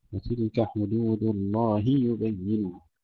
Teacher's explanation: كسر الهاء في لفظ الجلالة ثم تحقيق الضم الذي بعدها